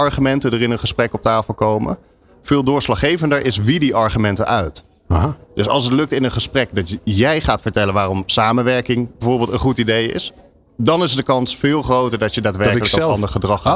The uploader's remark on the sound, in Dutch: Live vanaf C-day23 in Spant! New Business Radio deed live-verslag vanaf C-day23 in Spant!.